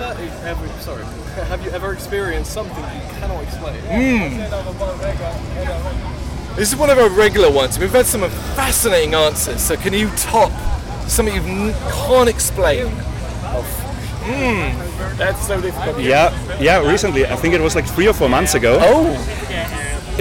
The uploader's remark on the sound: Bloodstock 2023 Interviews